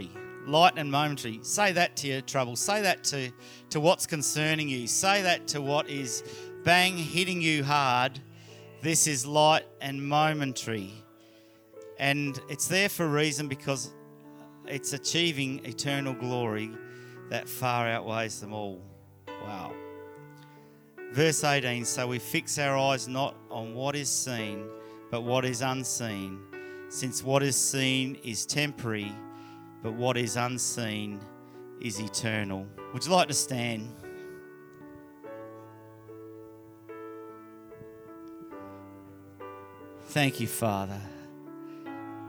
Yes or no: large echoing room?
yes